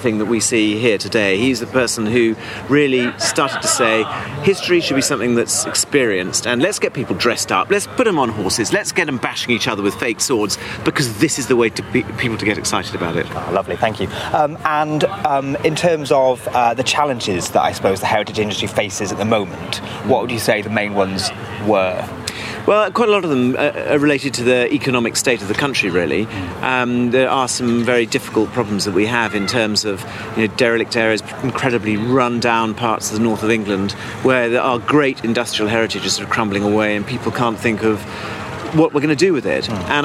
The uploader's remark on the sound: English Heritage's History Live festival at Kelmarsh Hall in Northamptonshire